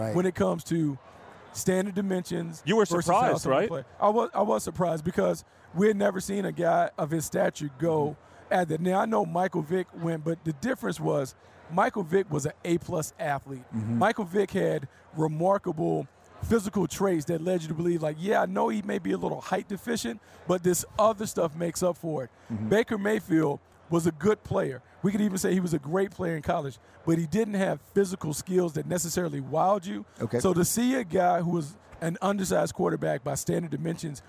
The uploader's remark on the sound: live from Radio Row at Super Bowl LIII